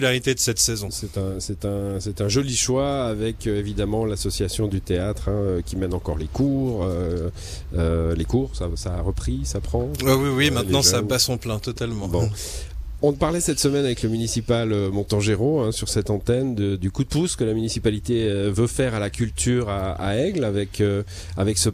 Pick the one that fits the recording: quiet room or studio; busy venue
busy venue